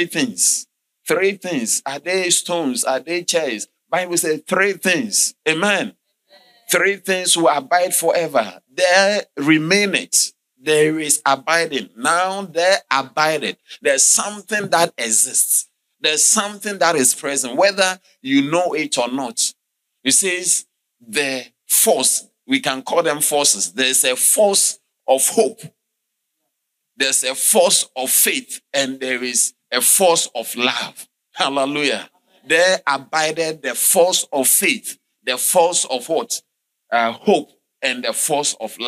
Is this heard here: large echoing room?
yes